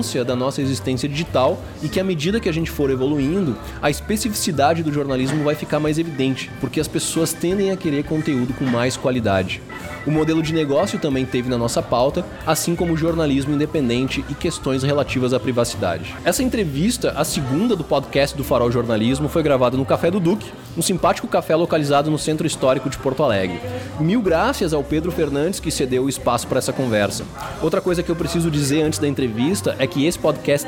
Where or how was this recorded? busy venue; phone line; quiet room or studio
busy venue